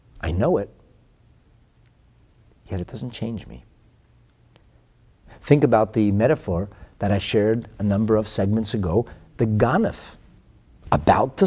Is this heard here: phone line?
no